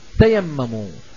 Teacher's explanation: ما بينطق تاء مشددة، وإنما ينطق تاء واحدة مفتوحة